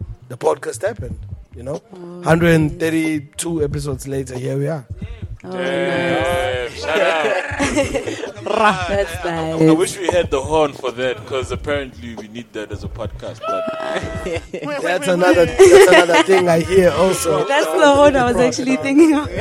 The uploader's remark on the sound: we found this recording that we made during The Kulcha Market in May 2022